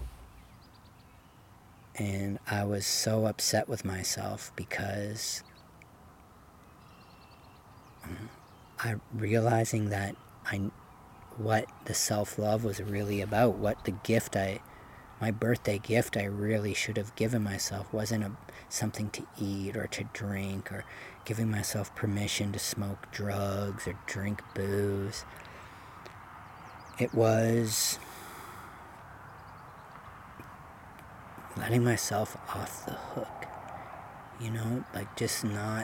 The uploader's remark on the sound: Filmed Live unedited one evening at Marden Pond in Marden.